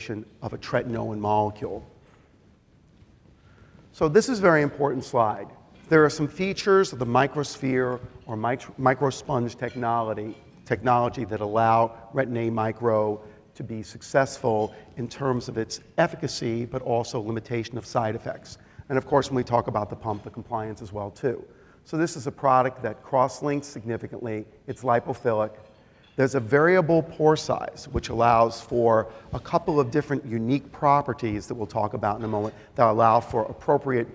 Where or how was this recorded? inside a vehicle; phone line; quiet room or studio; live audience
live audience